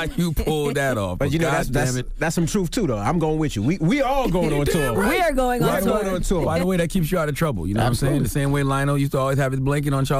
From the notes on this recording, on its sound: We also opened up the phone lines for our listeners